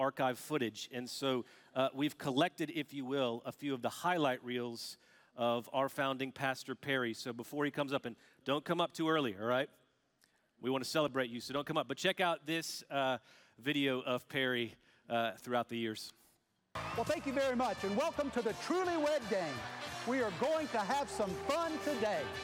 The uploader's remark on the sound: Recorded Live at Brookwood Church.